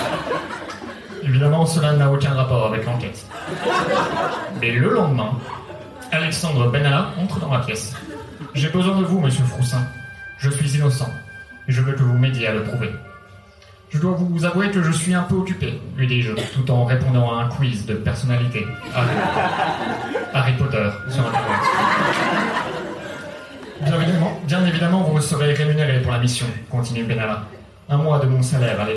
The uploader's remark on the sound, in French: Enregistré en public et en direct au One More Joke.